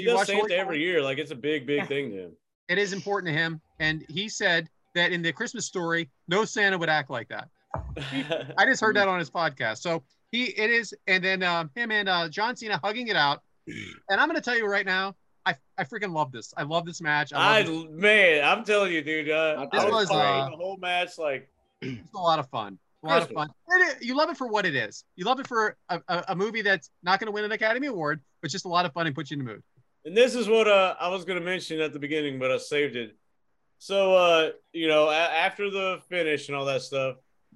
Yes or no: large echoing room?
no